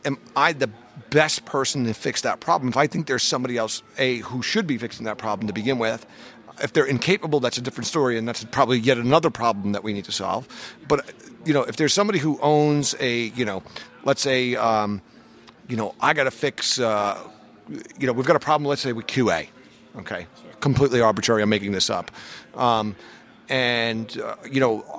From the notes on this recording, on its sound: joined us live at VMworld 2016